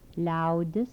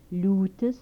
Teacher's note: Alveolar lateral with palatalization.